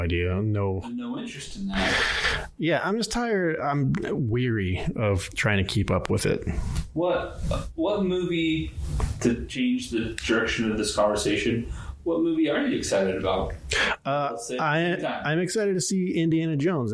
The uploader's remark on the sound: AUDIO ALERT!!!!! The audio isn't perfect, but it is manageable.